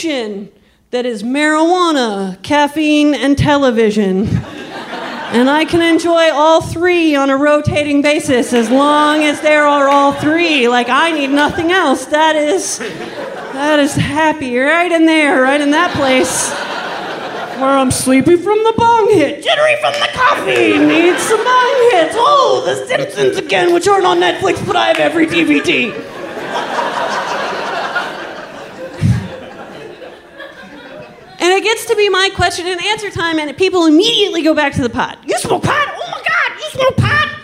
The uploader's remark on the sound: Live From San Francisco!